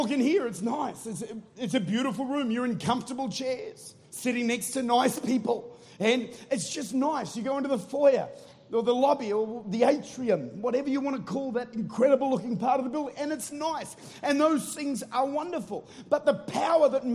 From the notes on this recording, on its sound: Recorded at Life Church, St. Louis, Missouri.